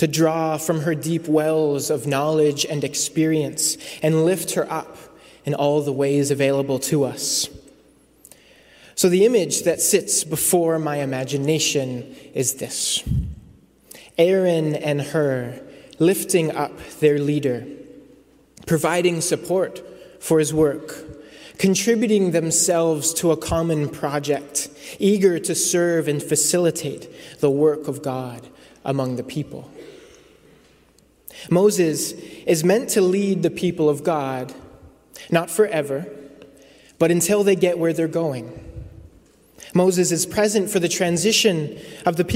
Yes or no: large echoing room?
yes